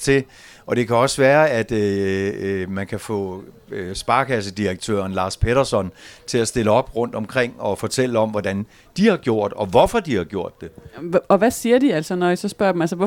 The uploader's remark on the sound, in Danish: Live fra Kulturmødet Mors 2023. Podcasten er krydret med livestemningen fra teltet og spørgsmål fra tilhørere.